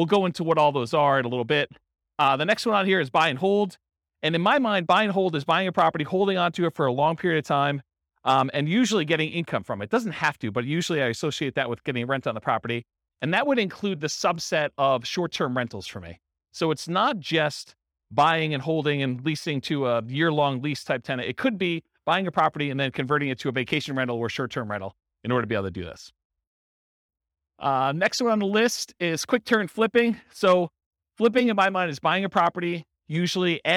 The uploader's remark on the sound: This was a live class recorded